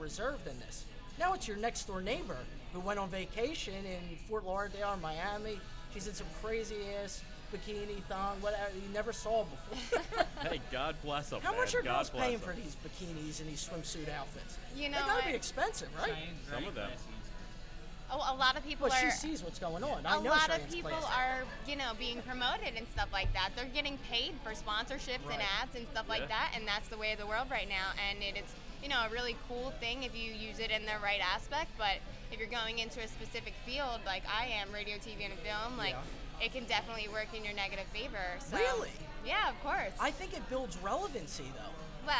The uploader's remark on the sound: LIVE from Tilted Kilt. We are LIVE from the Tilted Kilt! A couple lovely Tilted Kilt waitresses.